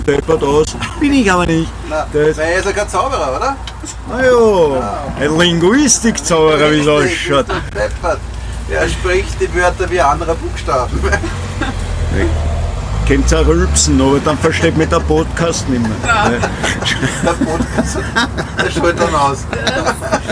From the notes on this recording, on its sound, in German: Mit einer dreiteiligen Spezialreportage live vom Würstelstand „Zum scharfen René“ am Schwarzenbergplatz im ersten Bezirk in Wien!